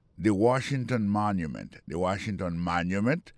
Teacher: mot Washington là accent tombé sur premier syllabe là